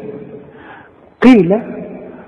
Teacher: واذا قيل لهم، طبعا ازاي اهي قيل، طلع القاف دي قاف مكسوره، هي القاف دي مفخمه لكن لانها مكسوره بتبقى اخر درجات التفخيم